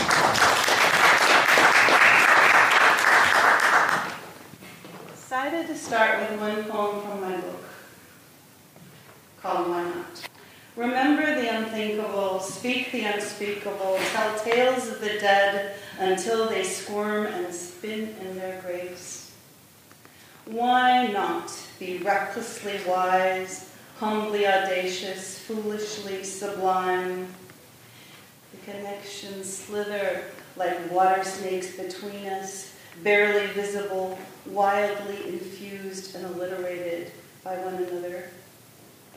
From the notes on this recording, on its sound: Patagonia San Francisco's Poet Laureate Celebration featured six poets laureate from across the Bay Area. In this two part special feature we present a replay of the live performances.